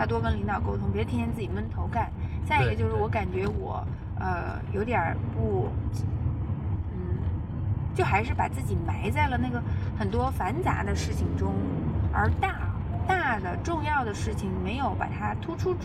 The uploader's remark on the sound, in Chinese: 工作太忙了，没有时间录音，只好在开车上班的时候录音啦。